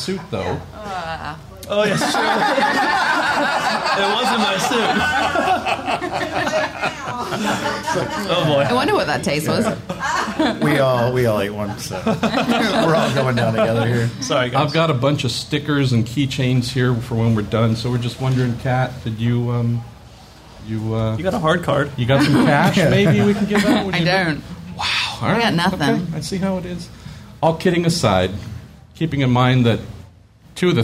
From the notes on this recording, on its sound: Live at Monterey. Take a trip back to the Monterey IMSA weekend in 2019 where a small, live podcast was held.